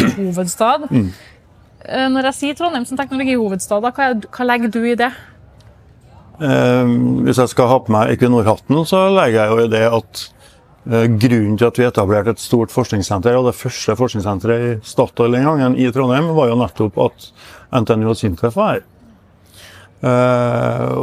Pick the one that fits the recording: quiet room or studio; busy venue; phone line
busy venue